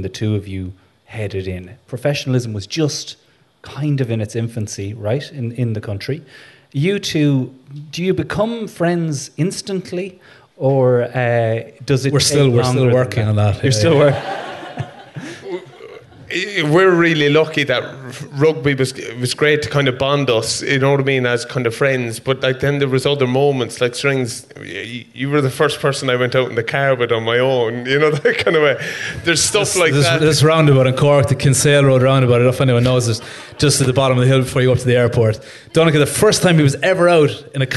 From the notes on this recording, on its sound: in front of a sold out Sugar Club at the Dublin Podcast Festival